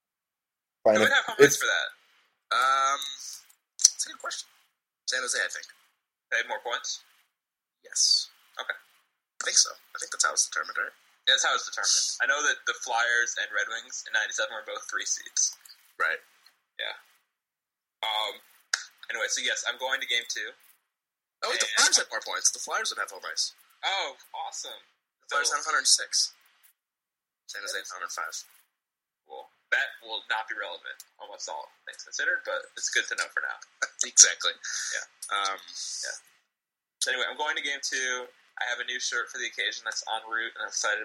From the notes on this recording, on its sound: The sound quality isn't the best this week. We had recording issues and had to settle for a backup recording, which we're lucky we had at all.